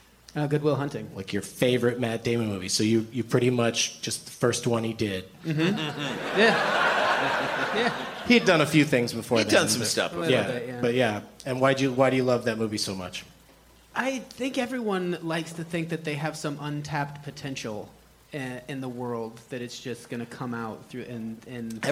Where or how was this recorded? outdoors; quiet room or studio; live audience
live audience